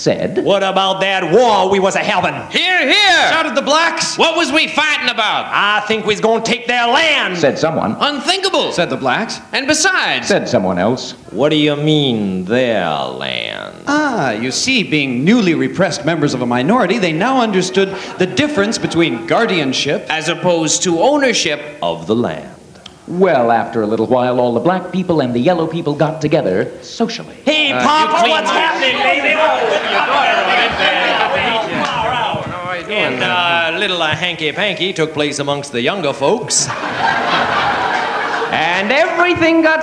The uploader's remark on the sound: Live At The Ash Grove